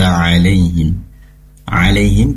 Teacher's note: pastikan huruf ain keluar dari tenggorokan bagian tengah